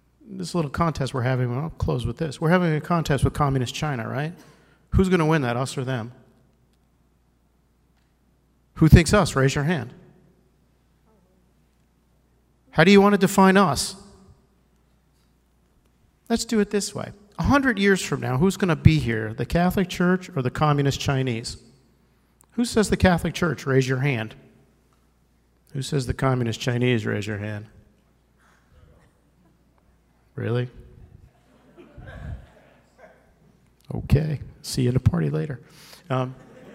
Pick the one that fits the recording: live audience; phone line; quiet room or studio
live audience